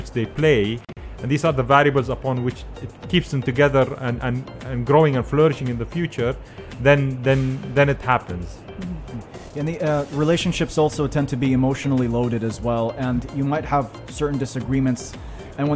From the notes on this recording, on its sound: Pulse 95 Live at Sharjah Book Fair. Joined the show at SIBF.